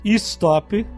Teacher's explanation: a gente coloca uma vogal no começo · A gente coloca uma vogal no final. E esse O, na verdade, não é o mesmo O que a gente pronuncia.